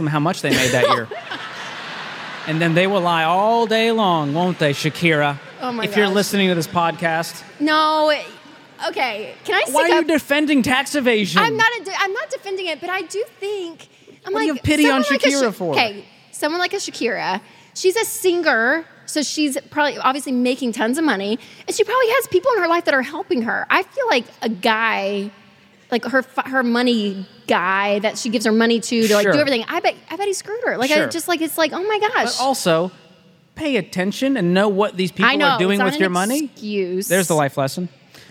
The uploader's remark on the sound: LIVE From Dallas. From the SMART Conference stage in Dallas, Texas.